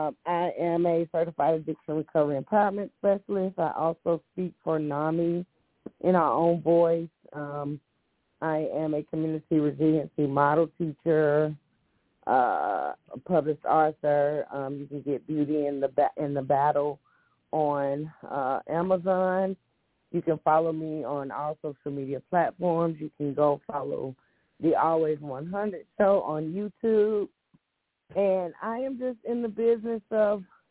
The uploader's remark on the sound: Those who call in will form a panel